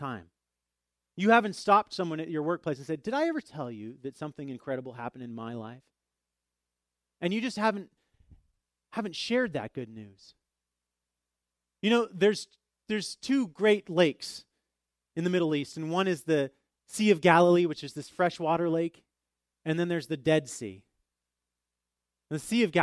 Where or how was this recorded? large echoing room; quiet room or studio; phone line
large echoing room